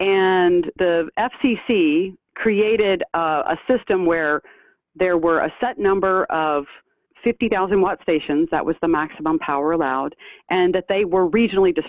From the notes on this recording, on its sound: for an interview by phone